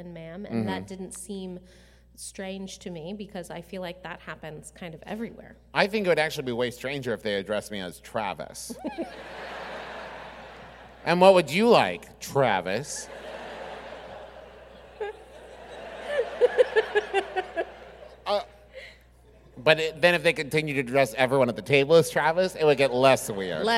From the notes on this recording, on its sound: Sir and Ma'am (LIVE!). Our Birmingham LIVE SHOW.